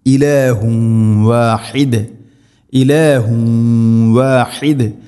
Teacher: തൻവീനിനെ വ എന്ന അക്ഷരത്തിലേക്ക് കൂട്ടിലയിപ്പിച്ച് മണിച്ചുകൊണ്ട് ഉച്ചരിക്കണം. إلهم واحد إلهم واحد واحد അല്ല واحد ഹ തൊണ്ടയുടെ മധ്യഭാഗം.